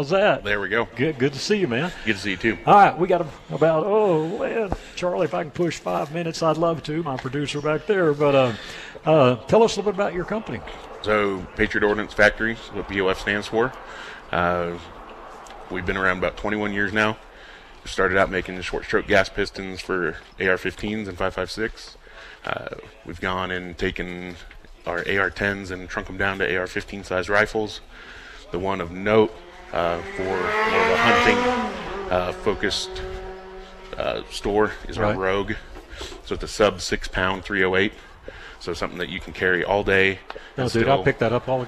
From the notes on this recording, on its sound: “Live” Broadcast at 1 Shot Gear for 2nd Annual Grill Out. We are broadcasting “LIVE” at 1 Shot Gear for the 2nd Annual Grill Out & Sitka Clearance Sale.